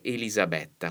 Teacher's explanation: Ecco, in questo caso non c'è un diminutivo, c'è un nome proprio e la pronuncia corretta è Elisabetta con la E aperta